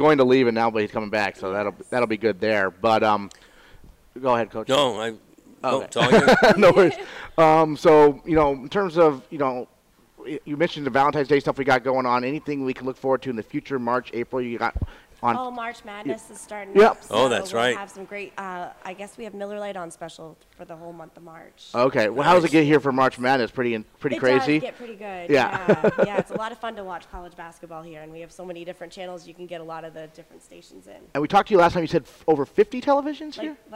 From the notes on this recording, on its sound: Broadcast live from Gridiron Restaurant. With the MPA basketball state tournaments underway.